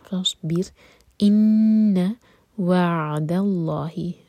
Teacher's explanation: عَيْن ساکن پر جھٹکا نہ ہو